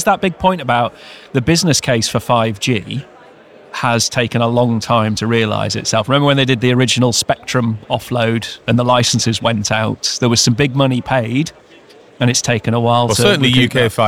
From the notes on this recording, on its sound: We are live from #MWC24 (Mobile World Conference 2024), direct from the Expo floor.